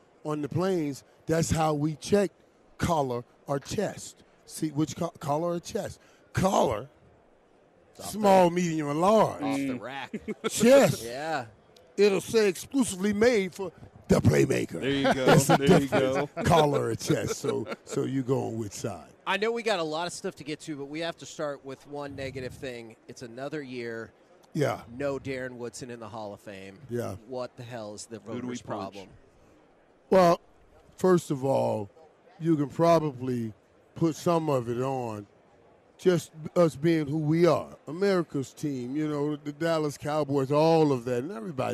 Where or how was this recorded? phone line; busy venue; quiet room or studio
busy venue